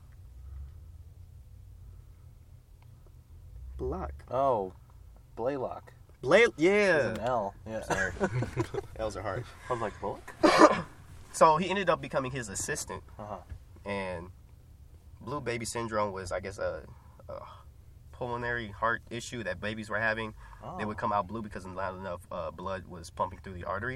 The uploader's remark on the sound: The boys are back in the car for now.